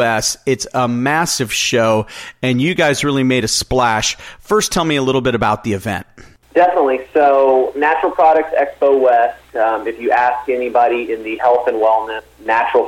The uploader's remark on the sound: called back in to SmallCapVoice.